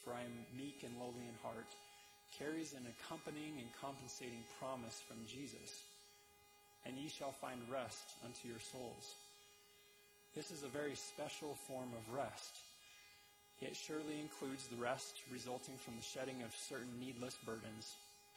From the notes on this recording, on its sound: delivered November 7, 2023, at the Conference Center Theater